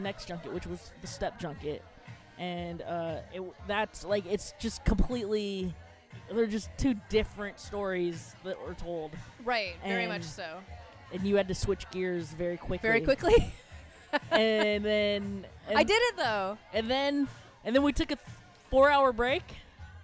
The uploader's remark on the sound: Coming to you live from The Social Study in the heart of the Fillmore district of San Francisco at the "That's What She Said" monthly speaking event.